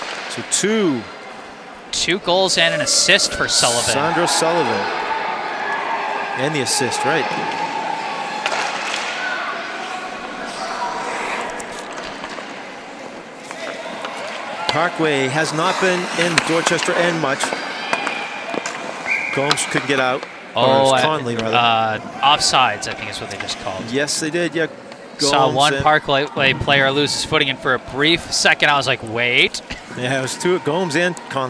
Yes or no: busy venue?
yes